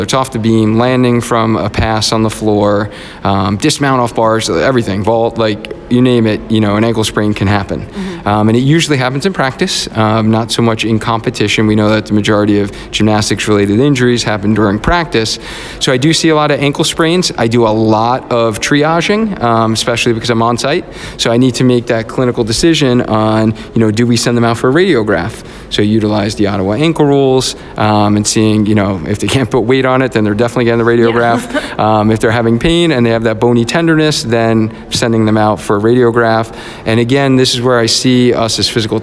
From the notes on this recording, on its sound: LIVE from the APTA NEXT Conference in Chicago. I'm coming to you live from Chicago, Illinois at the APTA Next conference.